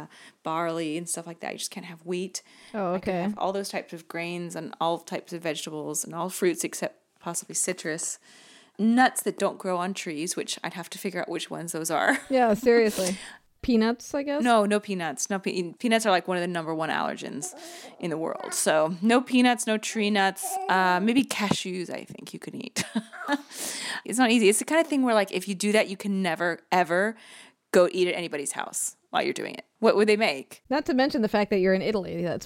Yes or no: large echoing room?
no